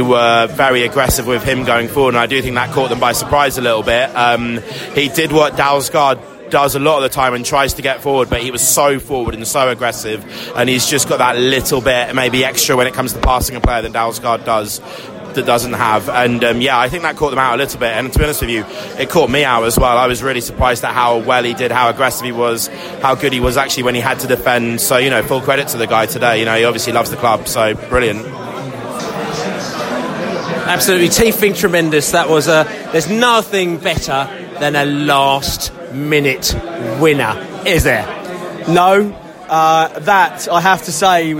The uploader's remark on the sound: post-match podcast from the pub